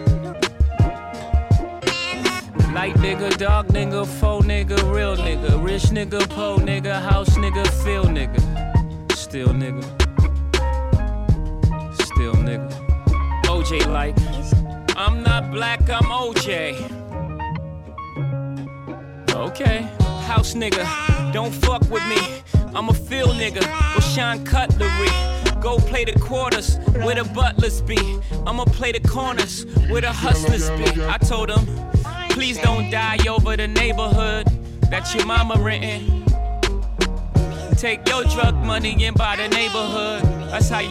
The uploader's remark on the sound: Tonight is episode 31 LIVE at Smothered & Covered. Smothered & Covered Live Set.